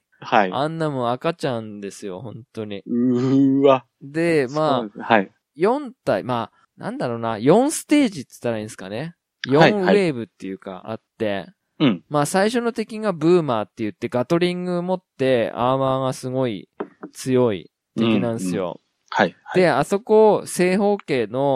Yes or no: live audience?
no